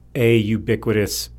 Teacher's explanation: ubiquitous begins with a U, but actually begins with a y, which is more of a consonant sound